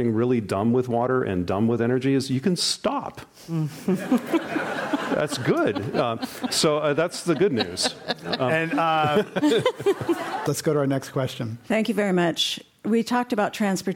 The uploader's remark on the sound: This program was recorded in front of a live audience at The Commonwealth Club of California in San Francisco on July 11, 2019.